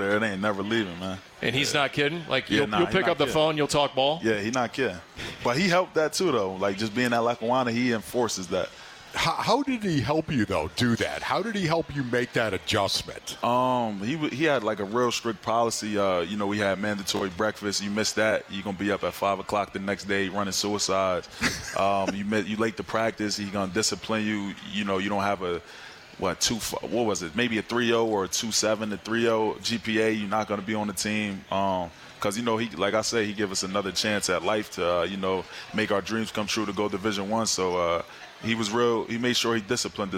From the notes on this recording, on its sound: live from the Top Golf Swing Suite at Gila River Resorts & Casinos, Wild Horse Pass.